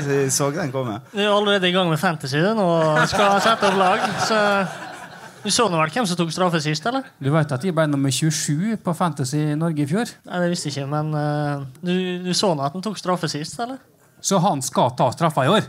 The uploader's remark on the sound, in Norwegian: RB-sporten LIVE på Molde Fjordhotell. RB-sporten var live på Molde Fjordhotell under MFKs kickoff.